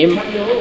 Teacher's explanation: এই অক্ষর হচ্ছে দুই ঠোঁটের শুকনো অংশ মিলিয়ে মিম